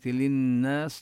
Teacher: بكلمة للناس نبين غنة النون المشددة